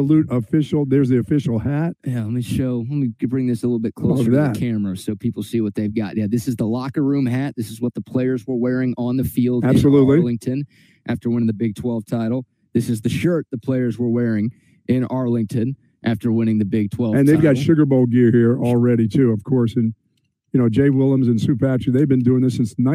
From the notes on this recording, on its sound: broadcast LIVE from Sue Patrick